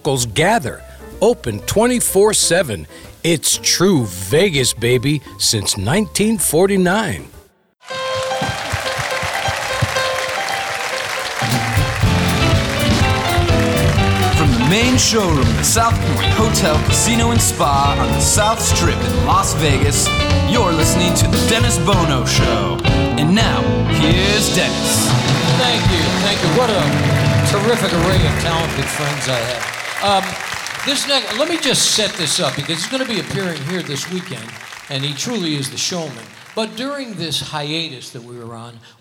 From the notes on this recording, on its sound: Live at the SouthPoint Casino